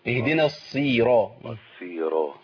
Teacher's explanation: أنا عندي الصاد مكسورة مش مضمومة، ما أقولش الصو.